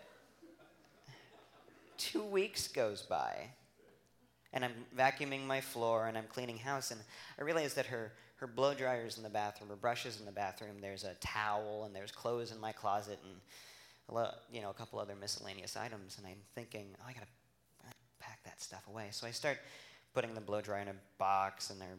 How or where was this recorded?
live audience